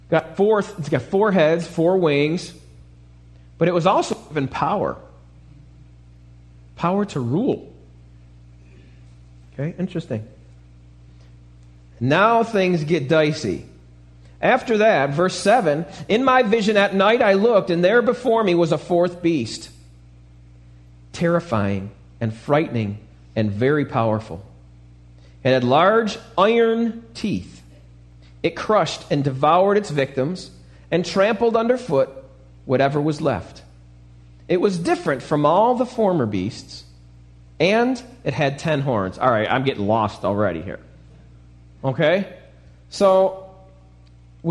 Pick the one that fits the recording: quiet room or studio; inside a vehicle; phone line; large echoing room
large echoing room